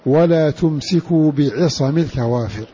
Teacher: بتثقيل السين ولزمه فتح الميم